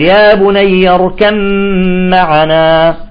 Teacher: هنا الباء فيها قلقلة صح، ولكن إذا جاء بعدها الميم، وهنا في القرآن فقط هذه الكلمة، ندغمها نقول يا بني اركب معنا.